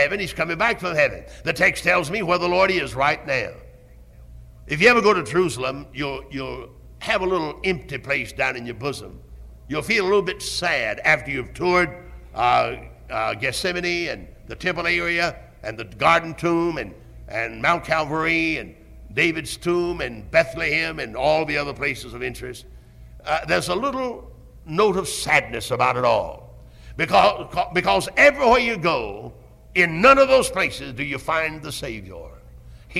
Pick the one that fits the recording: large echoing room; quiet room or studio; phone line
large echoing room